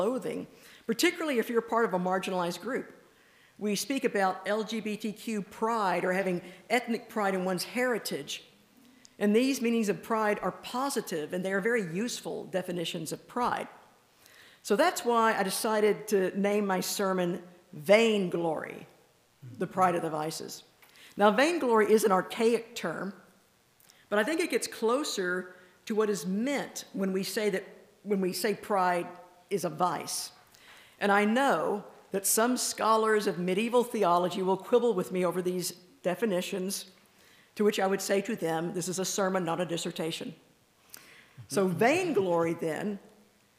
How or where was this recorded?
large echoing room